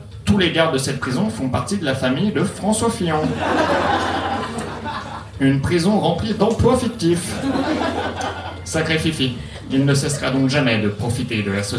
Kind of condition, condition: setting, live audience